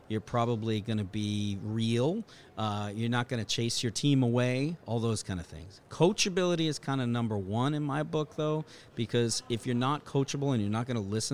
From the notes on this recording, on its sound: Live from Tech Crunch Disrupt in San Francisco